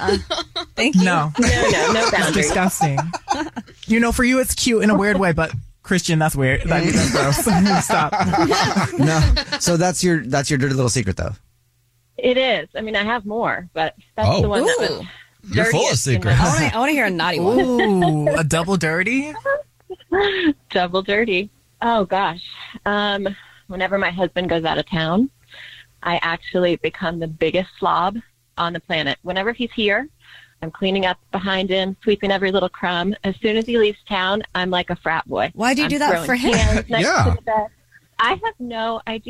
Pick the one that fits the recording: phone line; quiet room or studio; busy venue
phone line